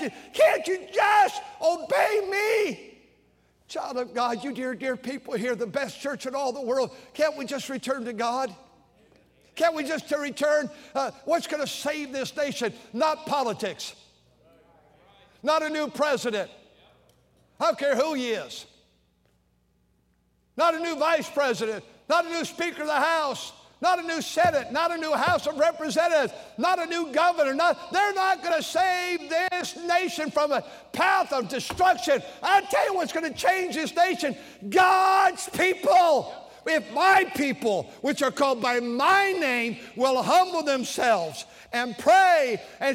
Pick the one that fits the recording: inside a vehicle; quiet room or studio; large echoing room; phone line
large echoing room